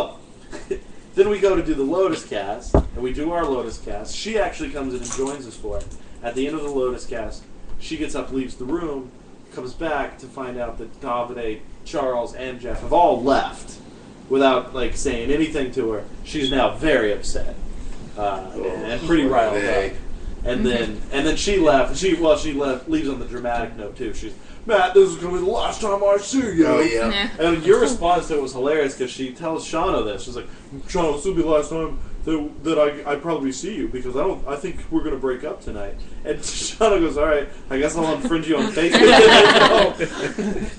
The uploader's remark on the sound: Tonight we are live from UFC 152.